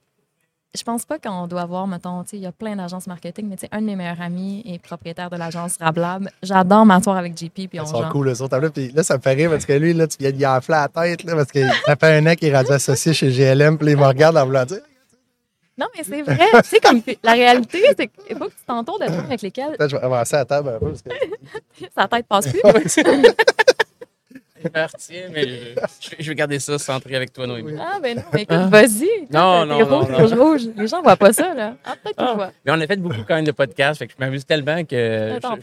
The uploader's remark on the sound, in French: en direct de Stratégies PME